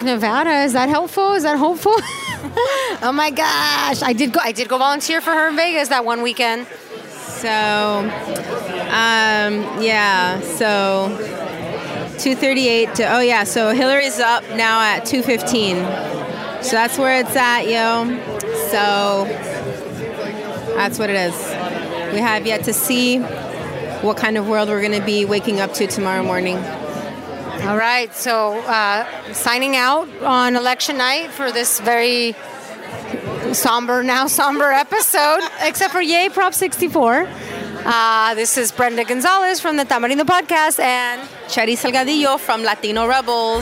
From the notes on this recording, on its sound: These two #traveisas bring a mic to an election night party in #DTLA and speak to #Latinas a they watch the election. We also join the #DrugPolicyAlliance at their #Prop64 victory party.